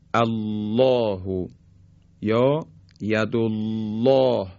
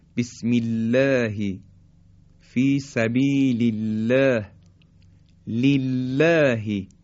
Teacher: اگر قبل از الله فتحه و ضمه اگر بیاد، حرف لام تقلیز میشه و درشت تلفظ میشه · Shown in: first take · Term: درشتی و تقلیز حرف لام